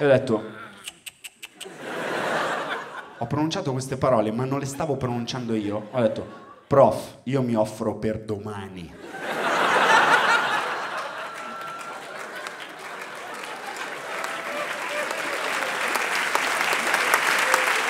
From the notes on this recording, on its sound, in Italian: Registrato a Firenze al Teatro Puccini